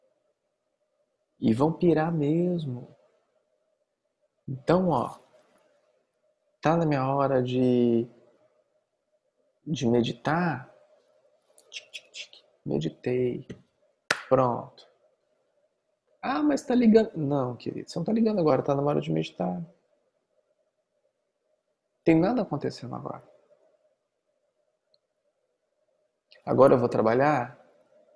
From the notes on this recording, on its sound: Online via Zoom